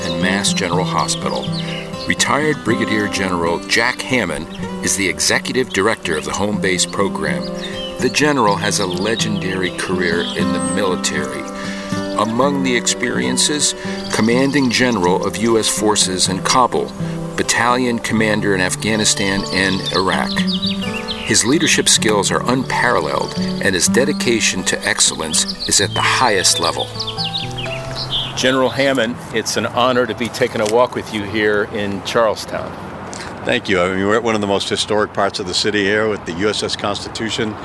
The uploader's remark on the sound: Takin A Walk in Charlestown Massachusetts